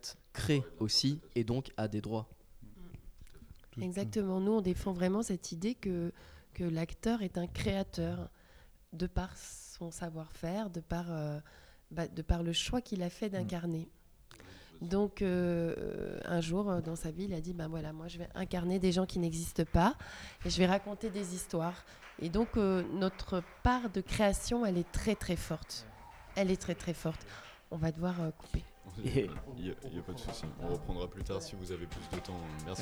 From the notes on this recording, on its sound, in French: invitée aux Etats Généraux de l' AAFA - Actrices et Acteurs de France Associés, a enregistré des discussions avec différents participants